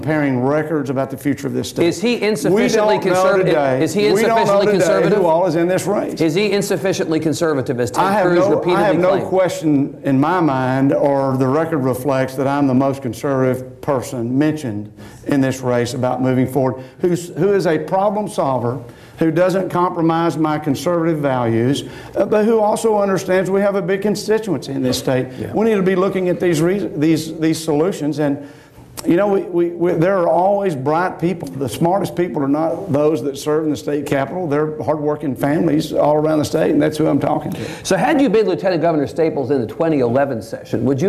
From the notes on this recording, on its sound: This event was recorded before a live audience in Austin. Our TribLive events feature discussion with our honored guests followed by questions from the audience.